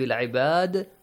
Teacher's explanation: dal has to produce a bouncing sound